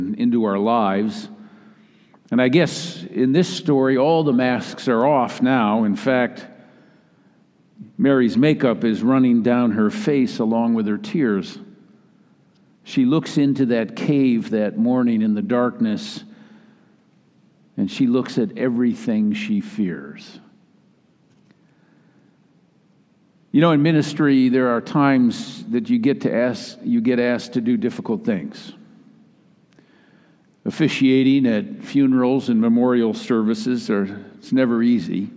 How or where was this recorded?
large echoing room